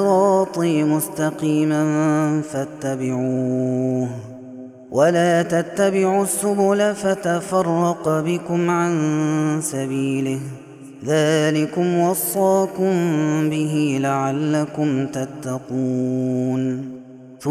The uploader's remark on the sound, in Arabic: هذا التسجيل من صلاة التراويح. Ramadan 2021.